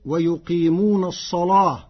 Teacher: قرأ ورش كلمة الصلاة بتغليظ اللام فتصير ويقيمون الصلاة، لمجاورتها الصاد المفخمة